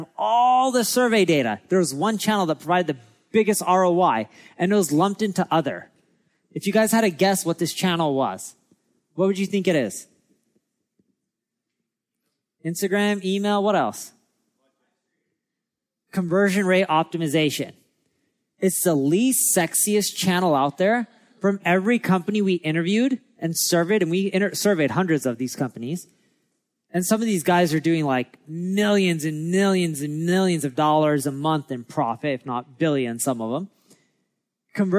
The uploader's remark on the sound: recorded at our Marketing School Live event in LA